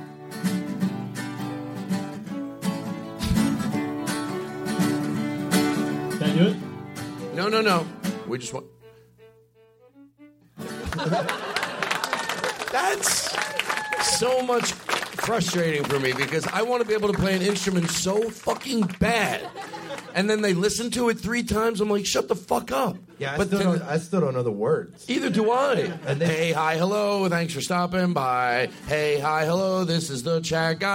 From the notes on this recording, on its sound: Live from The Comedy Attic. In Bloomington, Indiana!